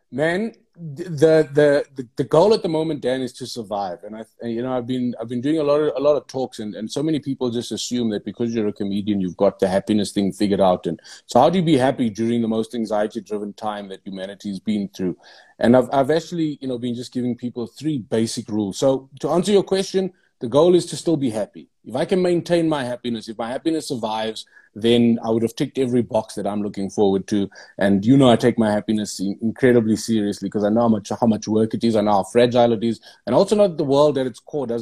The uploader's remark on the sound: IG Live